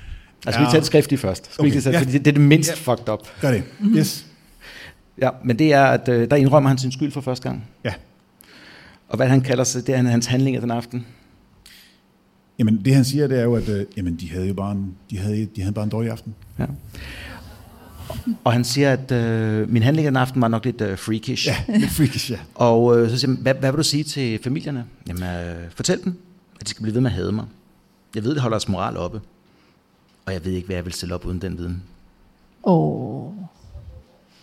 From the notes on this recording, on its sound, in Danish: Afsnittet er optaget live på Hotel Cecil den 1.